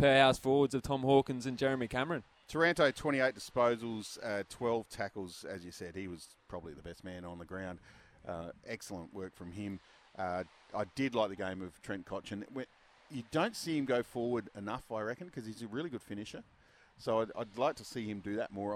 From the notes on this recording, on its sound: on location at Solitaire Volkswagen in Medindie